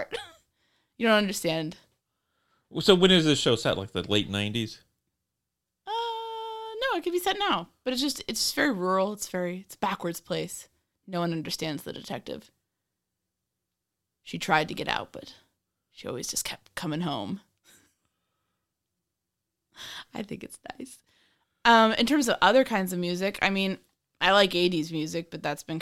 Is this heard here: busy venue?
no